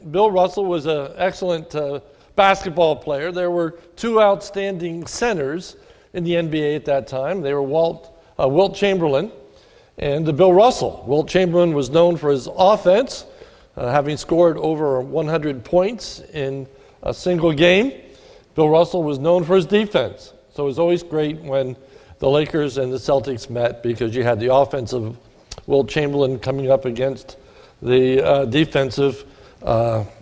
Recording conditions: large echoing room